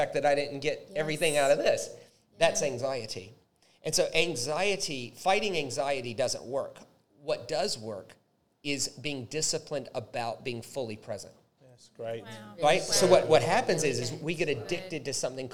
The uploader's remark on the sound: A very special LIVE recorded episode